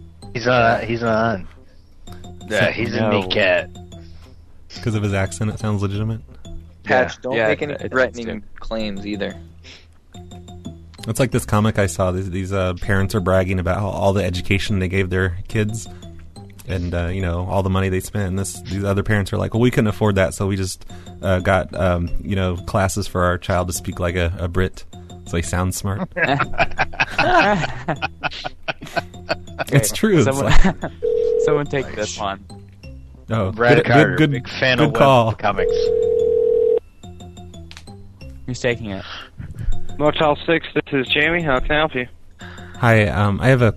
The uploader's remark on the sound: Prank Phone Calls.